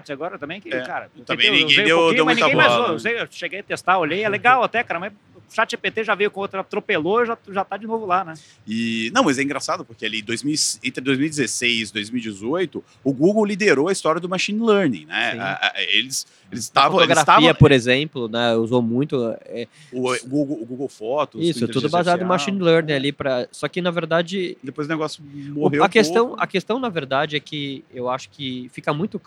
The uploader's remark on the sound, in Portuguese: Gravado diretamente do Web Summit em Lisboa